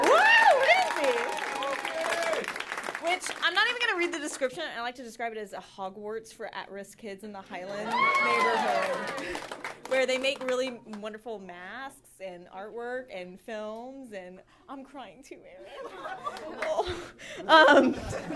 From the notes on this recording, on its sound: At our March 2014 live event